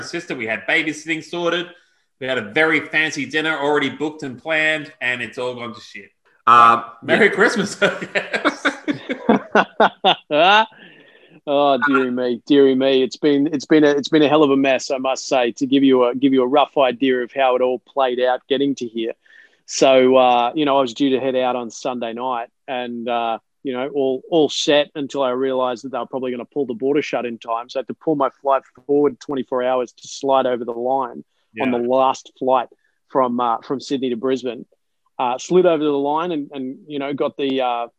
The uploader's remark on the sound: We Zoom'd like champions (spoiler alert: Zoom sucks).